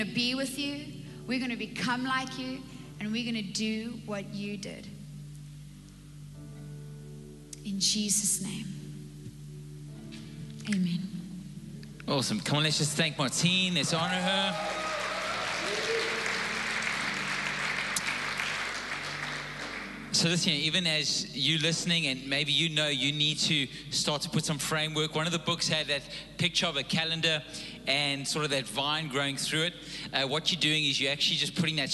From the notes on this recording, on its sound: Recorded live on Sunday the 7th November 2021